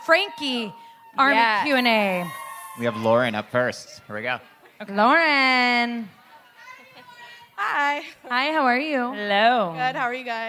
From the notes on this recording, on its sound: Live show.